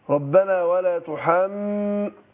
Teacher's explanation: الميم إيه عشان مشدده اديناها غنه